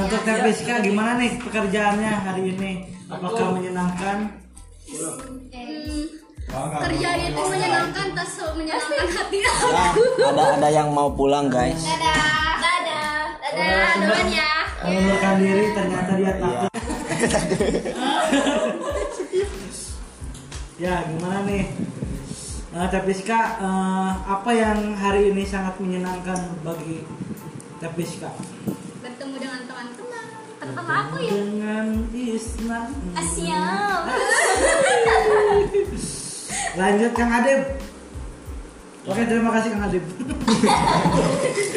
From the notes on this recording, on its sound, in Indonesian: Kopel purwakarta. Pokoknya maaf ya kalau berisik, soalnya banyak ciwi-ciwi yang lagi laper (padahal abis makan).